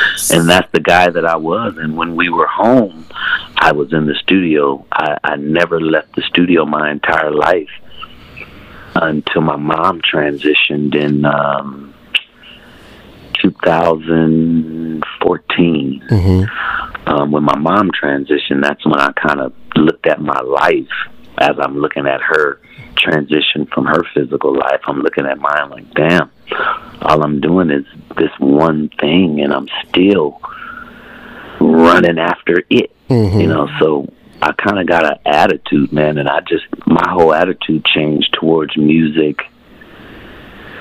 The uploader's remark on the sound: Phone Guest